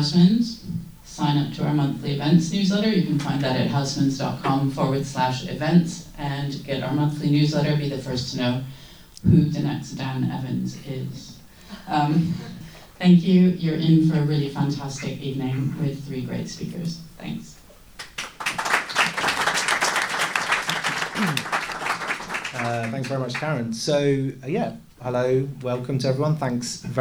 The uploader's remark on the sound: Live event at Housman's Bookshop. Live event at Housman's Bookshop .